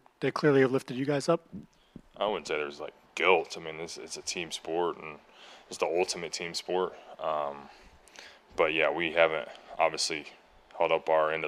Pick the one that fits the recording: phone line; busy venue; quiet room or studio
busy venue